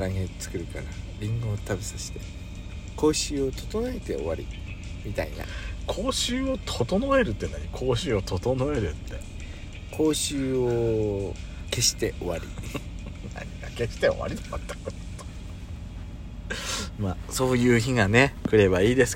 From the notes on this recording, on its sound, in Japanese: パーキング収録